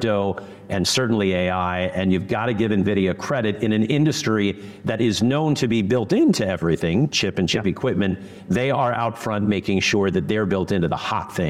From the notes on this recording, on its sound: Today's very special episode was hosted live by the San Jose Rotary Club during their weekly luncheon meeting.